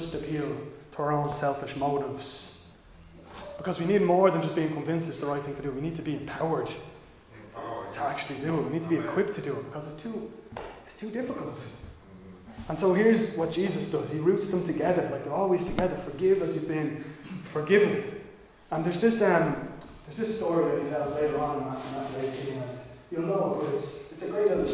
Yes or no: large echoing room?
yes